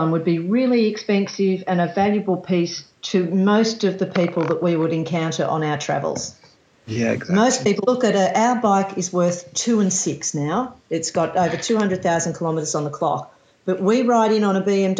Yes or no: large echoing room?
no